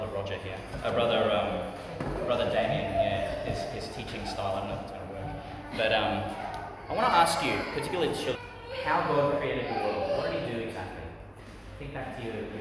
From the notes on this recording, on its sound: Homily for the Twenty-nineth Sunday in Ordinary Time, delivered St Peter Chanel Church, Tannum, Qld.